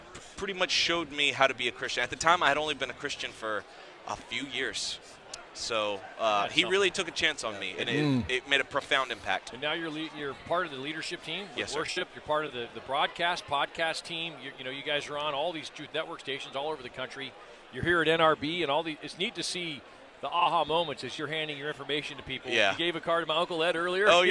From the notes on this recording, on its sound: Truth Talk is live from Nashville. Talking to fellow broadcasters at the NRB.